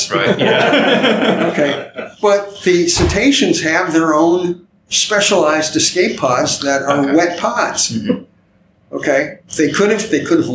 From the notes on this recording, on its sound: In this episode of Primitive Culture, recorded at the Destination Star Trek convention in Birmingham, England. As part of a roundtable press panel.